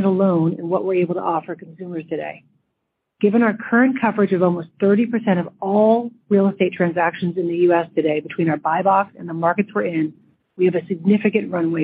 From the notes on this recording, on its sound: Recording of Opendoor's Second Quarter Earnings Conference call